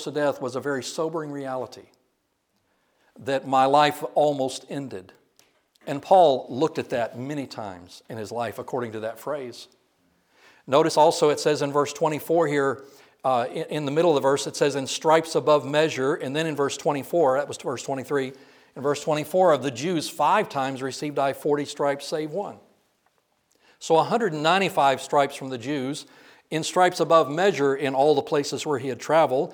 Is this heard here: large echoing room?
yes